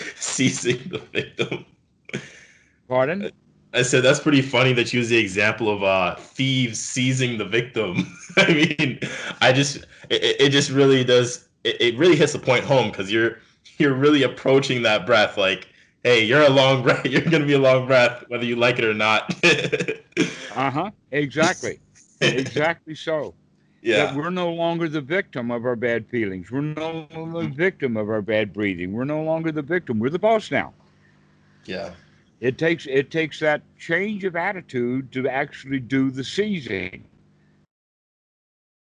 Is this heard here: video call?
yes